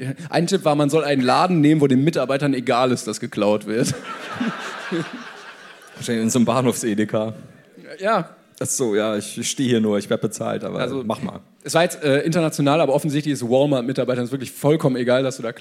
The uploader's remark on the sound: LIVE in Hamburg